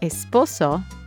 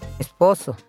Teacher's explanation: Our storyteller is from Puerto Rico, so you will hear the S is often aspirated. · Shown in: second take · You'll hear an H sound rather than the typical S sound.